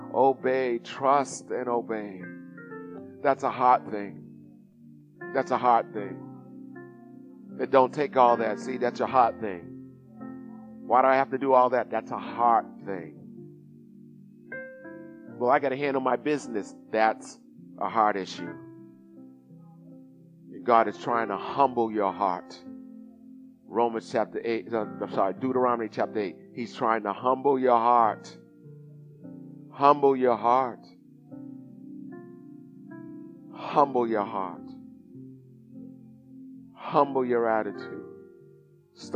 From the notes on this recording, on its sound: Recorded at the 08:30am service